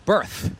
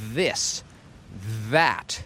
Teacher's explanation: Jeden ma wibrację, drugi nie ma wibracji. Birth to po prostu dmuchasz, birth. Ale this to nie tylko dmuchasz, ale jest trochę wibracji.